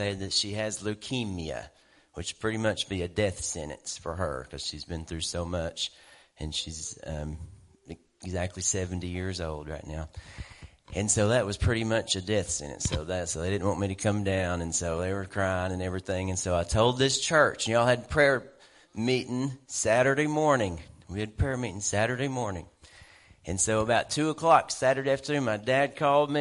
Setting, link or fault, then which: setting, large echoing room